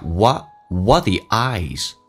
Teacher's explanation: What T 去掉，气流阻塞一下